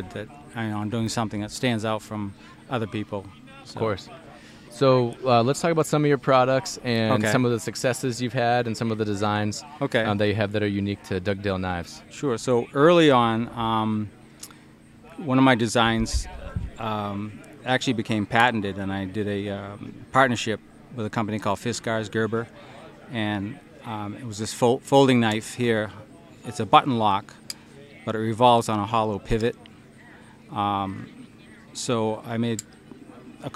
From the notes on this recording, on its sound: podcast proudly recorded at HUNTSTOCK 2023